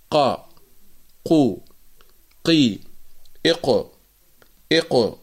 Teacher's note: نبدأ بالحرف الأول، القاف. تخرج القاف من أقصى اللسان مع ما يقابله من الحنك الأعلى اللحمي، وهي المنطقة الرخوة في أقصى في آخر، يعني الحنك الأعلى.